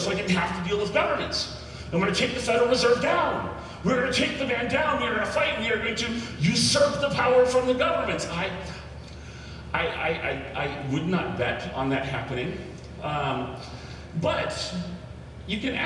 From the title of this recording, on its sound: Live from HoshoCon 2018